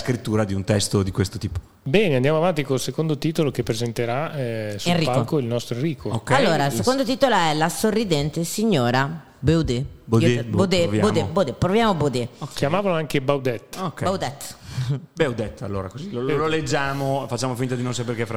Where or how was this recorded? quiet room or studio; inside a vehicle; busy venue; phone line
busy venue